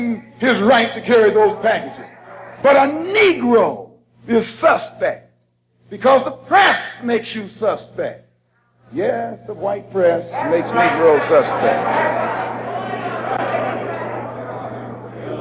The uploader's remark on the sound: Memorial Service April 28 1962